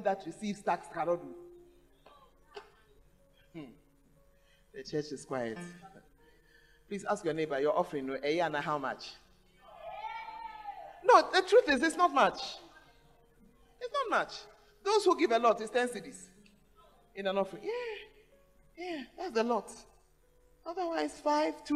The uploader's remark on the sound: Preached at the Tuesday Service